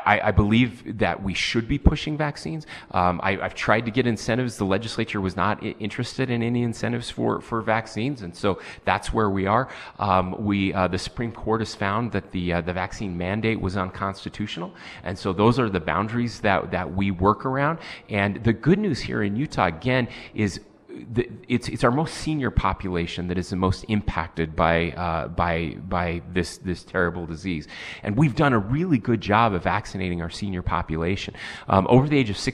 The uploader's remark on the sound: We broadcast live from the state capitol in Salt Lake City